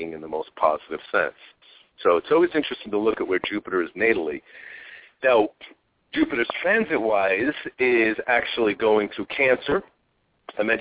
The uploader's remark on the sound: We will also open the phone lines today about halfway through the 45 minute show for a few mini (5 minute) readings.